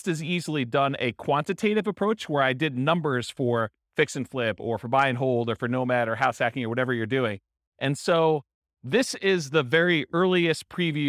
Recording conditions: live audience